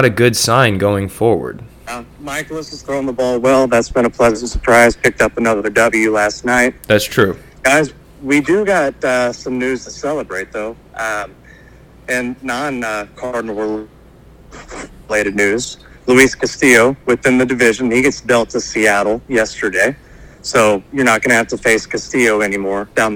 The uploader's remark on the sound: All 3 co-host join together over the phone.